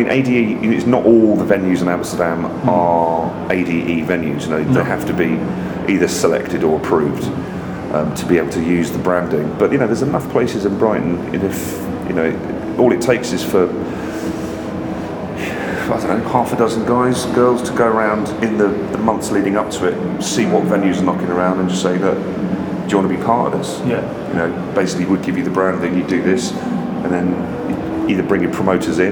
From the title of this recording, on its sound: Live at the Brighton Music Conference